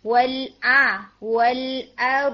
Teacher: را اور ضاد ہیوی ہوں گے لیکن حمزہ نہیں، اور را ہلے گا بھی نہیں. را کو بالکل ساکن کر دینا ہے.